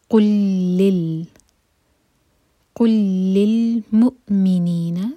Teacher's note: قل کلام اور لی کلام دونوں مرج ہو رہے ہیں، یہ ادغام متماثل، لیکن ہم قل اور لی الگ الگ نہیں پڑھیں گے، ملا کر پڑھیں گے.